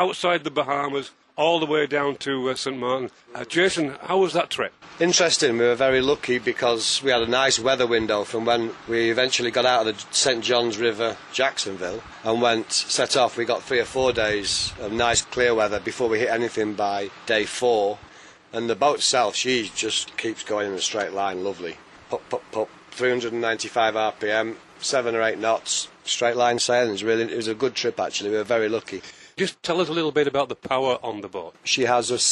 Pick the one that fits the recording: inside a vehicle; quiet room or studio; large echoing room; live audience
inside a vehicle